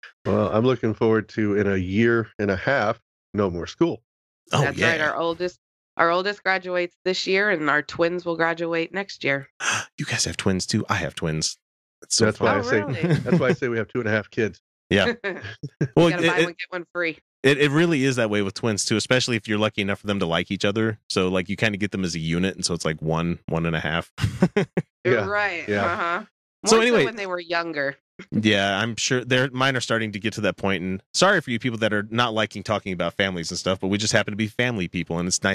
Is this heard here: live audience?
no